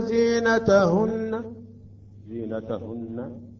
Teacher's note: عند الوقف يجب أن نأتي بالغنة وبمقدار حركتين